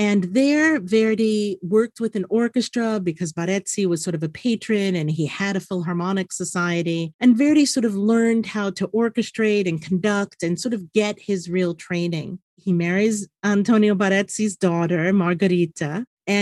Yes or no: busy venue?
no